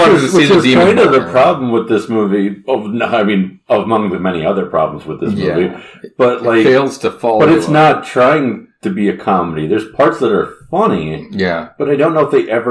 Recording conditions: poor sound quality